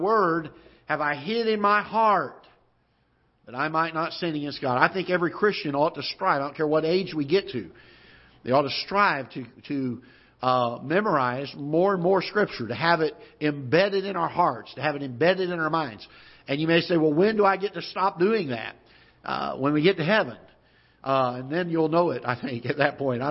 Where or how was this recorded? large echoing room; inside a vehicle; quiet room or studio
large echoing room